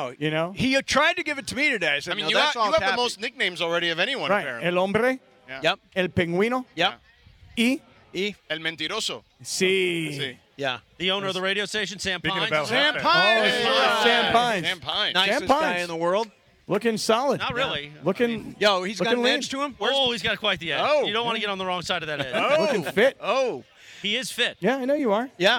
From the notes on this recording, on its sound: LIVE from the West Covina Sportsplex